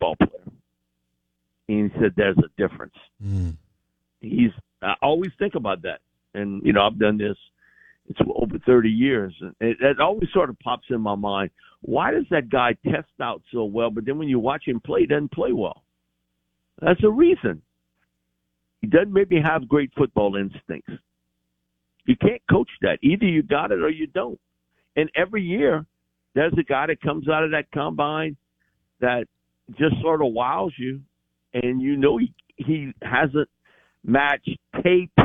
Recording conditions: phone line